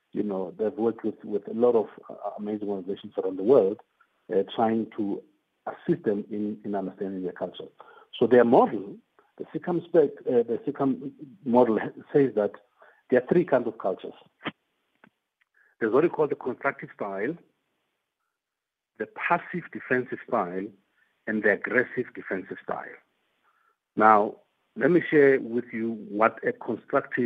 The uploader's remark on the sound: Guest on the line.